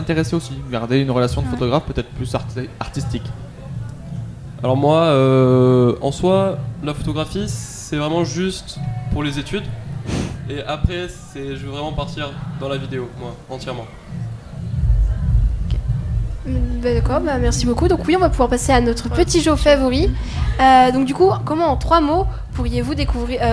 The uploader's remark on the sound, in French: Delta Fm est allée au Nouveau Festival à Cenon (33)